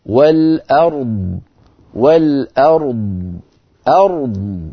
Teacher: أما الراء فهي مفخمة فيها صفة البينية بين الرخوة والشديد، يعني فيها جريان جزئي للصوت. الضاد مستعلية مطبقة مفخمة مستطيلة وساكنة وفيها جريان للصوت يعني رخوة، فلا بد أن نعطيها كل الصفات في آن واحد، ولا نجعل صوت الراء يدخل في الضاد أو الضاد يدخل في الراء، لا بد من تمييز الصوتين عن بعضهما هكذا. · والأرض والأرض أرض، فنعطي الراء حقها من التفخيم والبينية، والضاد حقها من التفخيم والرخاوة والاستطالة والاستعلاء والإطباق